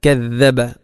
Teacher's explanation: അവിടെ കദ്ദബ എന്നോ കദ്ദബ എന്നോ അല്ല പറയേണ്ടത്, കദ്ദബ. അല്പം നാവിൻ്റെ അറ്റം പുറത്തോട്ട് വരണം, അപ്പോഴാണ് ദ ആവുകയുള്ളൂ, ഇല്ലെങ്കിൽ ദാലാവും.